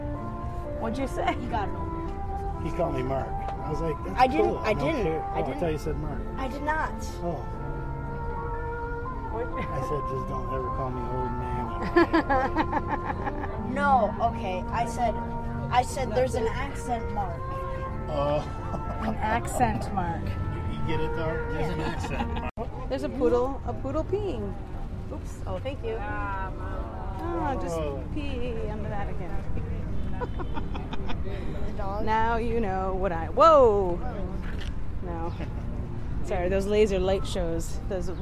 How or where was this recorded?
inside a vehicle